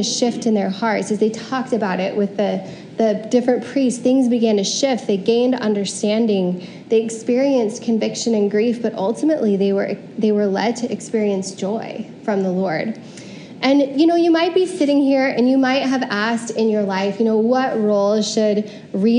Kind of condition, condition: setting, large echoing room